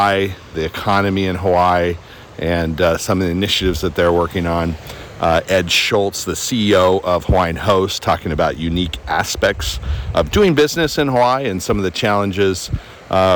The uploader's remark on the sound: Aloha from the Western Candy Conference 2023! Live from Hawaii!